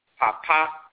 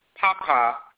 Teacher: So the only difference is the tonality. Papa, low, high, means father. · Shown in: first take